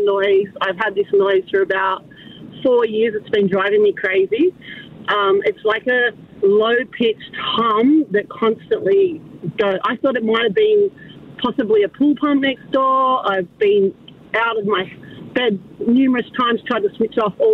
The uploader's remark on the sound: We take calls